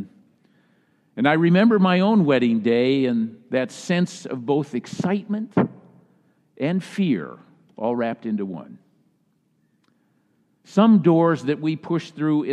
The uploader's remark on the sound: Message delivered during the Tradtional Worship Service.